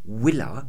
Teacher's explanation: Im Mittelhochdeutschen hat es nicht Villa geklungen, sondern wie im Englischen Willa hätten die gesagt.